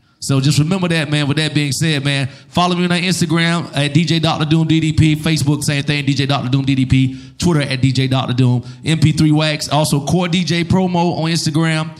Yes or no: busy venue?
yes